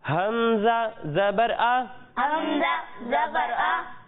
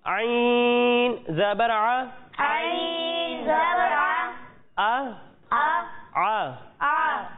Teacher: جب ہم حمزہ کی ادائیگی کریں گے تو اسے حلق کے نچلے حصے سے پڑھنا ہے، اور جب ہم عین کی ادائیگی کریں گے تو اسے حلق کے درمیانے حصے سے پڑھنا ہے